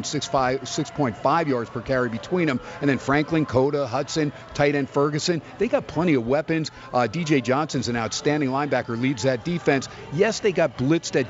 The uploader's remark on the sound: "Live" from Steiner's Pub in Las Vegas